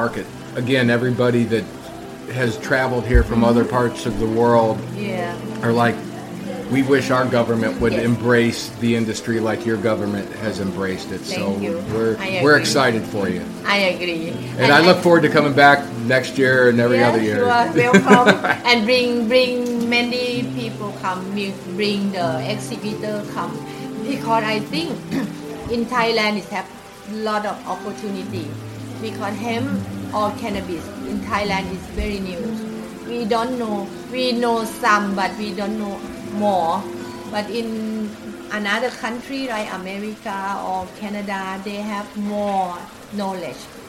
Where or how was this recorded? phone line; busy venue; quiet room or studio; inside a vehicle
busy venue